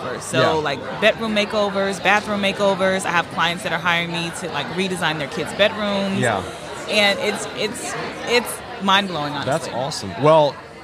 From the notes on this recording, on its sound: LIVE from HAVEN 2022